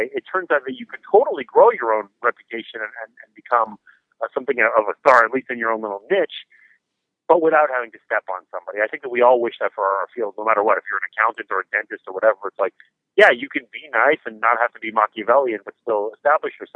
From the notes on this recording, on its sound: on the phone